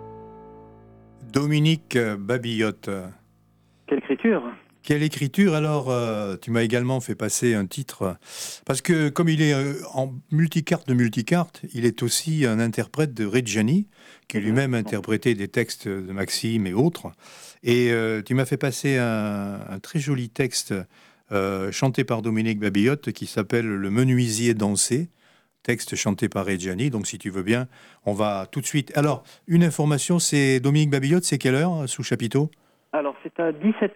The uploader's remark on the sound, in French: En direct et sans filet ! Au Bistrot des copains, par téléphone. Festival Les originales de Morlaix et ses environs.